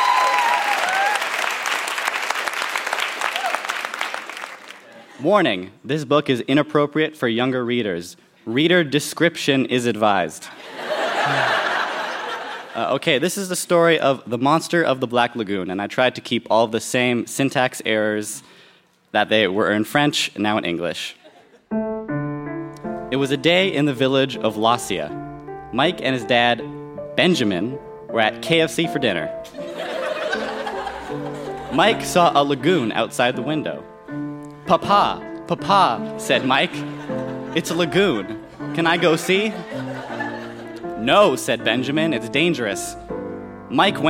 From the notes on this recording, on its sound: Recorded live at the Park Theatre in Winnipeg, MB.